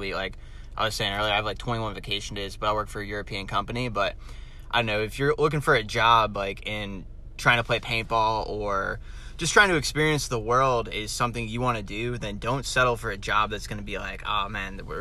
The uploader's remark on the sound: Recorded in my car at Boston Paintball.